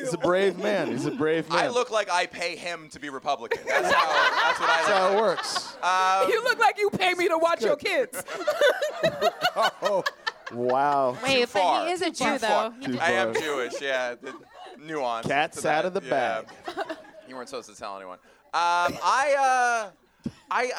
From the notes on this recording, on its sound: this ‘LIVE at Union Hall’ edition of On the Chopping Block!